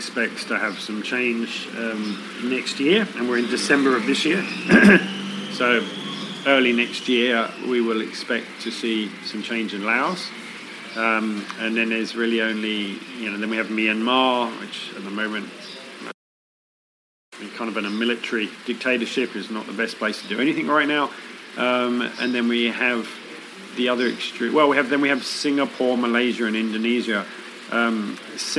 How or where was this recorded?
busy venue